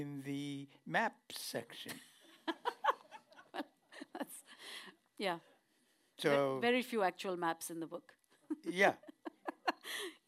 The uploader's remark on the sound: This conversation was hosted by Melahuset in Oslo (Norway). To a live audience.